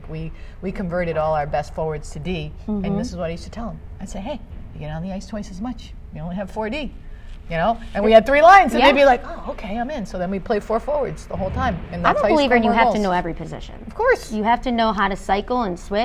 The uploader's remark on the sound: Live from AdventHealth Center Ice